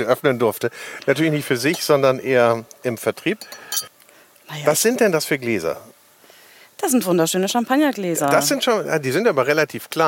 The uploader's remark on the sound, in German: Das Gespräch wurde im September 2020 im Rahmen der aware_Conference für Nachhaltigkeit aufgenommen.